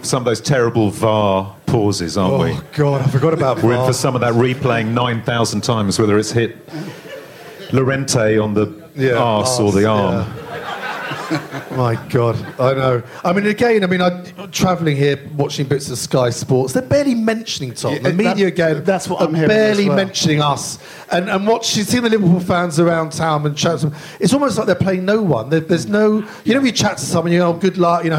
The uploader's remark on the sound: Live from Cafe Berlin in the heart of Madrid just hours before kick off of our most important match this century, we bring you a room full of devoted Lilywhites